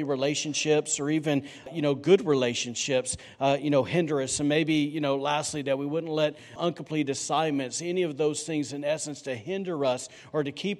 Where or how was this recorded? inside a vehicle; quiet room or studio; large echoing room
large echoing room